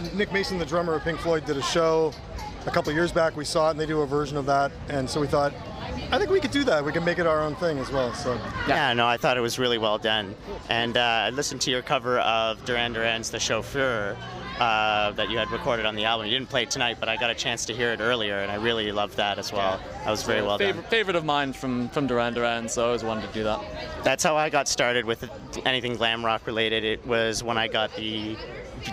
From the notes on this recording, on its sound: Interviewed on College Street. Showcasing live music at Sneaky Dees.